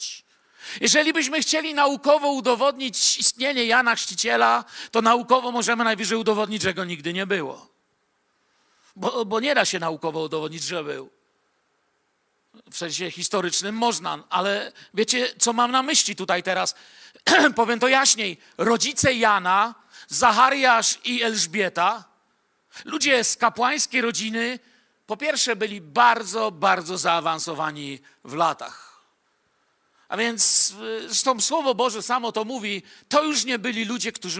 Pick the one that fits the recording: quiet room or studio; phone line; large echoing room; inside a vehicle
large echoing room